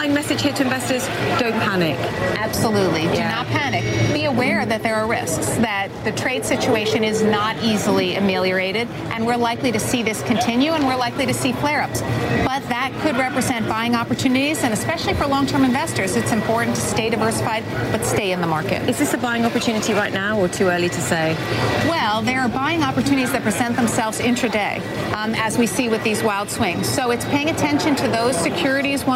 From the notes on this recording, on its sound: live from the New York Stock Exchange